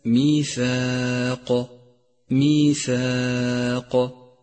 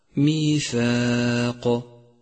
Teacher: رققت الألف في كلمة ميثاق ميثاق لأنها مسبوقة بحرف مرقق هو الثاء، فتلفظ هكذا ميثاق.